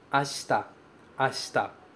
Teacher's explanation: Tem um i ali, logo depois do sh, mas você não pronuncia esse i. Ele é praticamente inexistente.